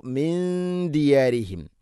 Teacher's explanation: ഇവിടെ നൂനിനെ അവ്യക്തമാക്കി മണിക്കണം. ഇഖ്ഫാ ബിഗുന്ന